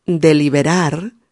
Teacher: Ambos términos, el de Spanglish y el español, suenan idénticos, porque nosotros no diferenciamos B de V.